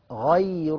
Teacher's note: الغين هنا نفخمها ولا نفخم الياء التي بعدها، لأن هي وقعت بين مفخمين، الغين والراء المفتوح المضمومة.